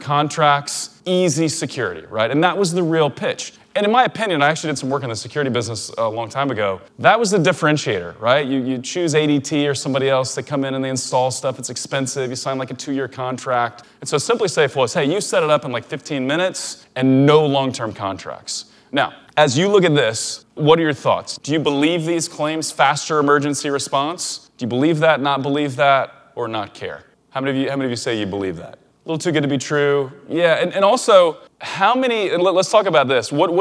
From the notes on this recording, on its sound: a recording from a recent talk I gave at Ezra Firestone’s Blue Ribbon Mastermind